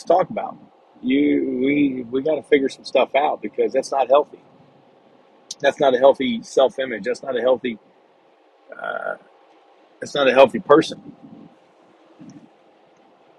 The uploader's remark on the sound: Sorry for the background noise I am driving and recording on my phone.